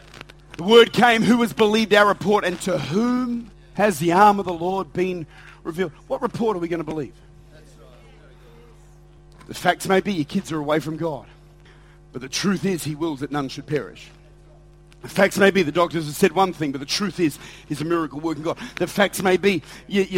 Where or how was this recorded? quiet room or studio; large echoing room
large echoing room